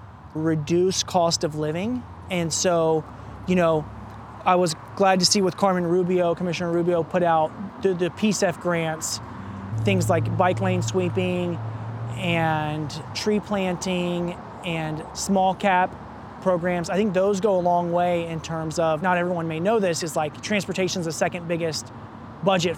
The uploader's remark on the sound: He invited me on a 12-mile bike ride around his district. This episode was recorded almost entirely as we pedaled on a loop from NE 102nd and Glisan to SE Powell and 162nd, then back north to Glendoveer Golf Course.